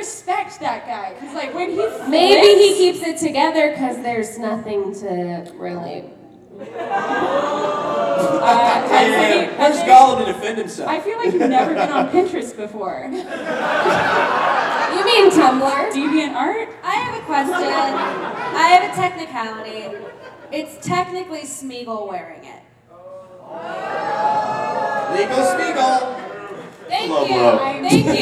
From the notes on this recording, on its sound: WonderCon Anaheim 2019. Check out the audio clips he recorded from the event!